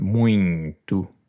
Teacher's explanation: There's no N in the middle, but yet it is a nasal sound.